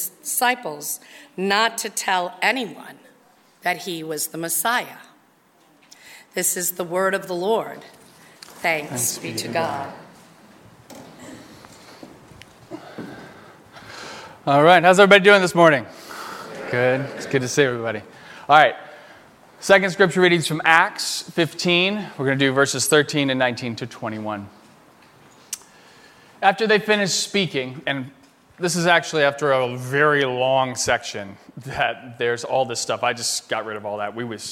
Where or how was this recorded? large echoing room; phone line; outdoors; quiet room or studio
large echoing room